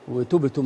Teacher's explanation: الهمس زائد جدا في التائين